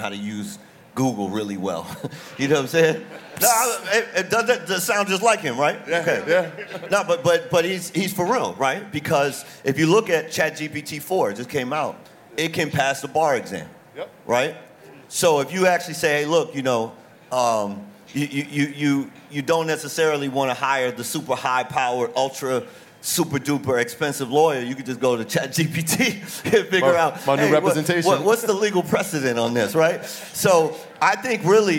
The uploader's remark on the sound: At our South by Southwest panel.